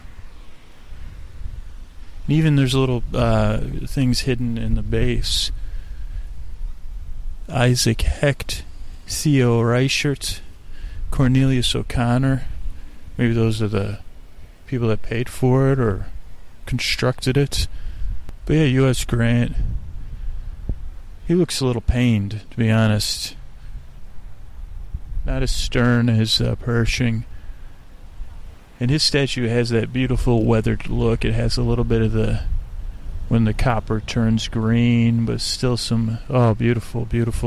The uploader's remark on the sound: On Location at Golden Gate Park. We crawl across the park meandering from one place to another live on dullcation. The show starts with an echo and ends will a birdcall.